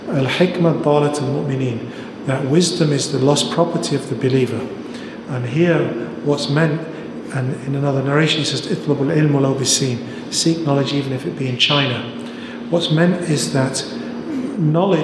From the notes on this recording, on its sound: This episode is a recording of an event held in Glasgow, Scotland in July 2018